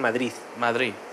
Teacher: es la D interdental